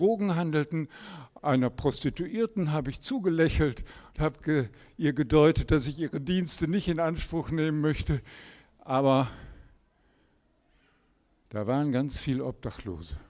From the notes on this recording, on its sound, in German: Predigt im Rahmen des GreifBar+ Gottesdienstes